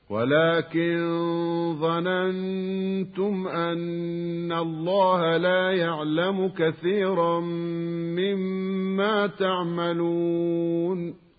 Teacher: وكلمة مما أصلها من وما وأدغمت النون الساكنة في الميم بعدها وصارتا ميما واحدة تجب فيها الغنة بمقدار حركتين كما سمعنا. وهذا من المواضع التي اتصلت فيها من بما أي ميم في ميم ألف ولا نون بينهما فلا يصح الوقف على من وحدها.